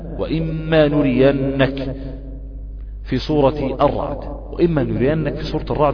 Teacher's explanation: إدغام بغنة، لأن النون الساكنة أتى بعدها الميم، وسيتم إن شاء الله تشديد هذا، تشديدها حرف الميم، ويرتفع عنه اللسان ارتفاع واحدة إذ أن النون دخلت في الميم.